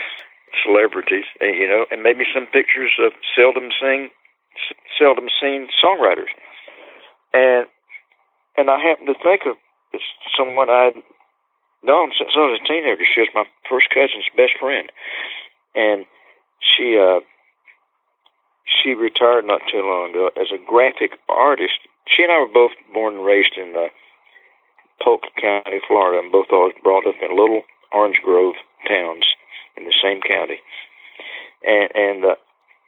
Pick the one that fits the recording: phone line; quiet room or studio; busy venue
phone line